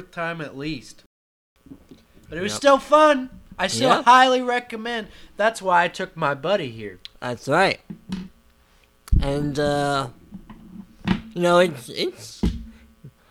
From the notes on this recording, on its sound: We apologize for the buzzing you may hear in the audio. This was our first recording together since last year, and we had not yet found the best place to set up for the recording.